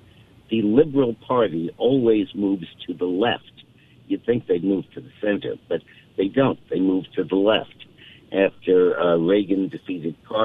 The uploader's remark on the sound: joins the show by phone.